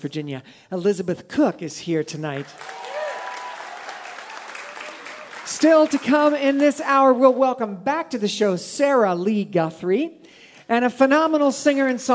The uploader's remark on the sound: This episode was recorded on September 23rd, 2023 at the Franklin Theatre in Franklin, TN.